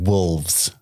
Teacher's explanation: Now, there's a definite L when I say the plural, like wolves.